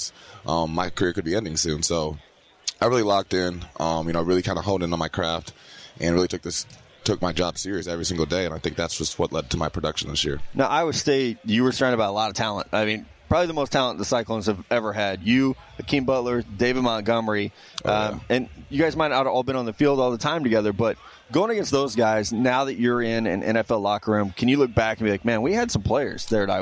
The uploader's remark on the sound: Wild Interviews From Miami. Back on radio row.